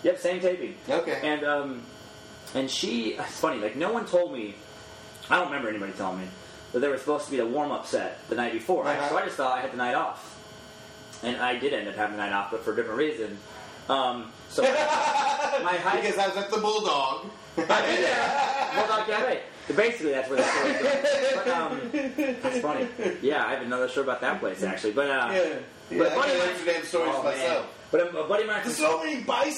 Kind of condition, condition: setting, busy venue